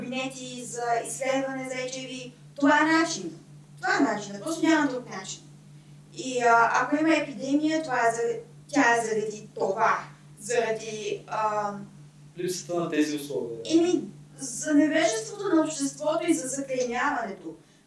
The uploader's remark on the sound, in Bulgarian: Понякога епизодът се получава толкова добре, че няма как да го изхвърлиш, дори когато тотално си прецакал звука.